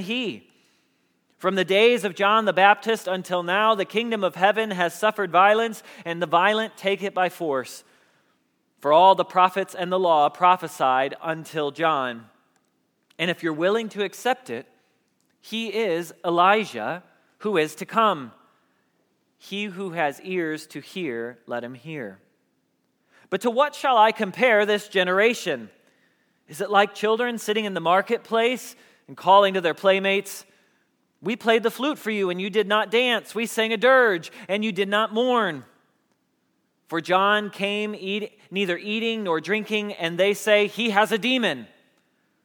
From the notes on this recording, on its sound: Message Preached at Valley Creek Church